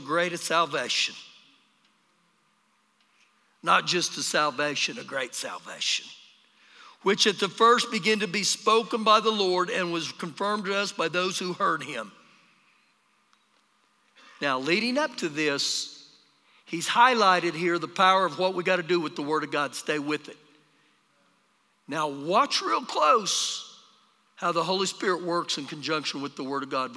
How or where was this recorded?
live audience